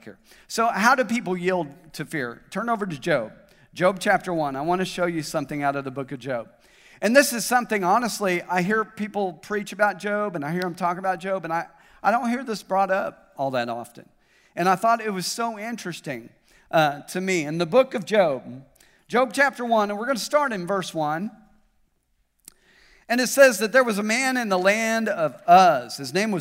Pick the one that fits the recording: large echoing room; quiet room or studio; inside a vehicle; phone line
large echoing room